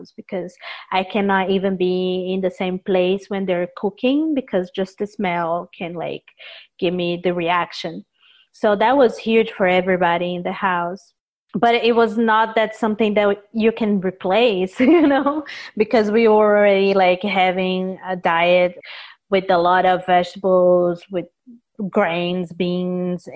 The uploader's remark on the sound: This Zoom discussion was part of Conversations in the Neighborhood: Let’s Talk about Food , a discussion series presented by Florida Humanities, the University of Florida’s Center for the Humanities and the Public Sphere, and the City of Gainesville.